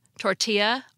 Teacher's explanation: We pronounce the two L's in tortilla like a Y